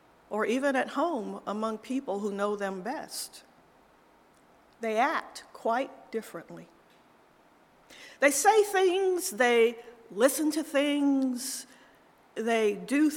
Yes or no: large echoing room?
yes